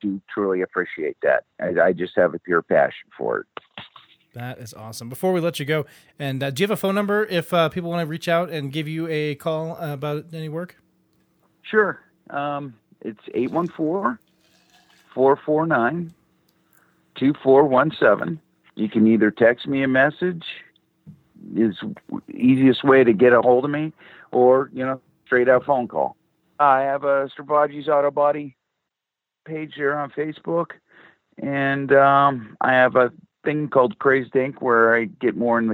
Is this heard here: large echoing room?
no